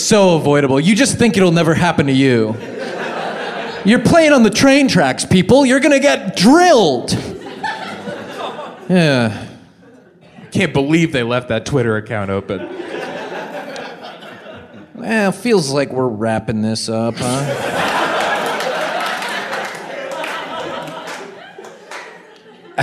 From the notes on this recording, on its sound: appear in front of a live audience